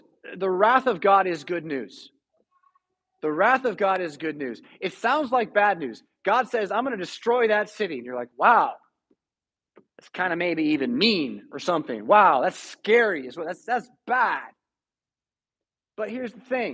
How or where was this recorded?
large echoing room